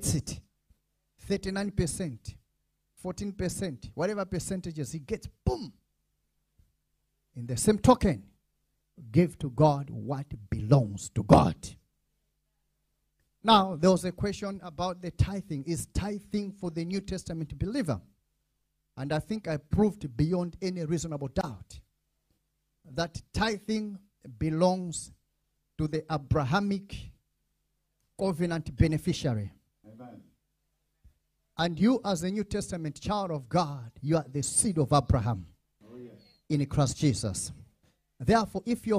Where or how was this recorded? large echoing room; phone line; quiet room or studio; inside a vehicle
large echoing room